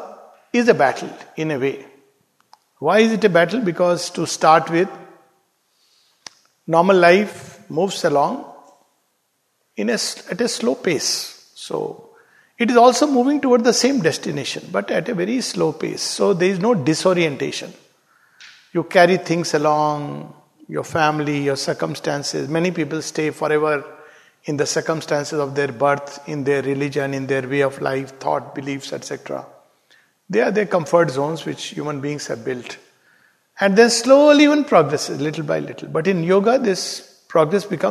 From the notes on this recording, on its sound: This talk delivered at Savitri Bhavan